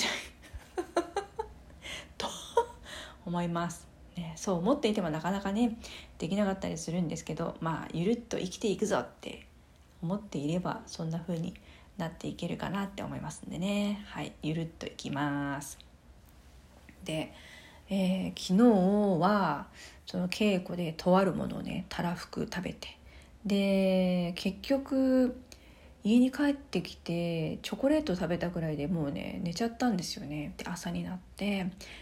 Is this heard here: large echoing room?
no